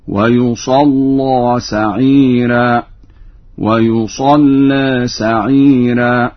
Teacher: قرأ ورش بضم الياء وفتح الصاد وتشديد اللام، وله في تغليظ اللام فتح في ذات الياء، وعلى عدم التغليظ تقليل في ذات الياء هكذا: ويصلى سعيرا، ويصلى سعيرا.